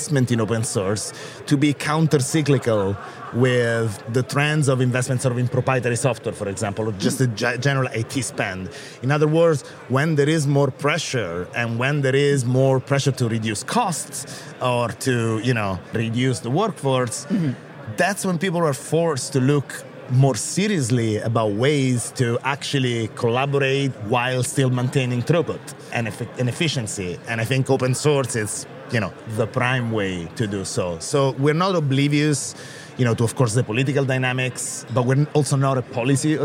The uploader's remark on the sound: The On the Road episode of Makers, recorded in Dublin at Open Source Summit Europe.